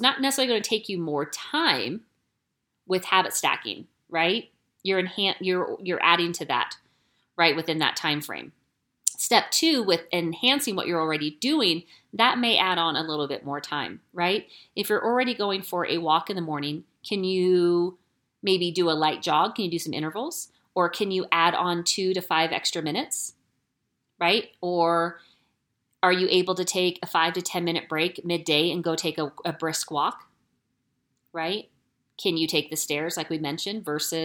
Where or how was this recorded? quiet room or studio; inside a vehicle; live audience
quiet room or studio